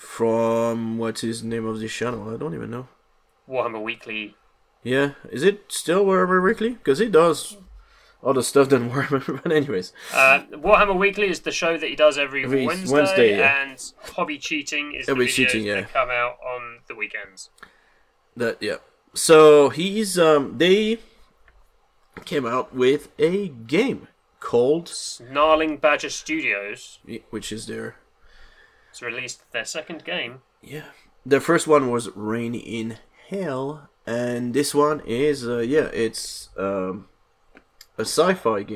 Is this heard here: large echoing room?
no